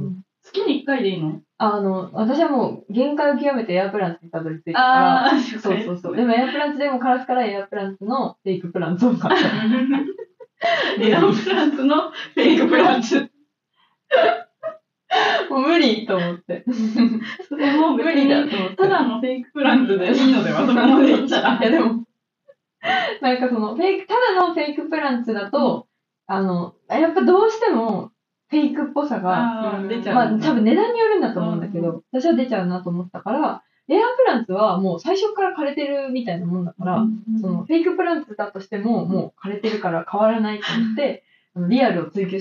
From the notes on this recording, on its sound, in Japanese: 機材トラブルのため、全体的に音声がこもって聞こえづらいです